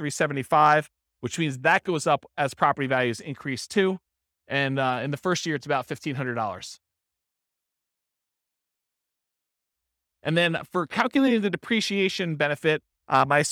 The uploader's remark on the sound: This was a live class recorded